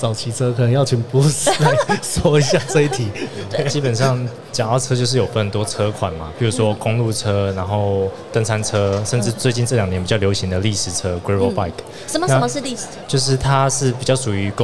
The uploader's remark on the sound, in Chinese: 2022 Taipei Cycle台北國際自行車展-Live Podcast